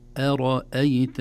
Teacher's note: أرأيت همزة مرققة ثم راء مفخمة ثم همزة مرققة